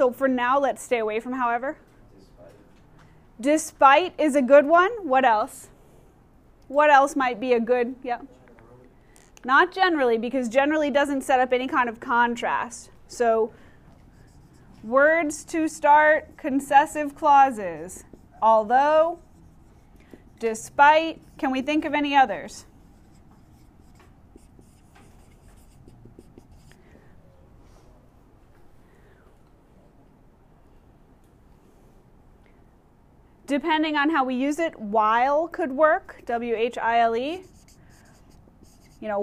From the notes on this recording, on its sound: Recorded in class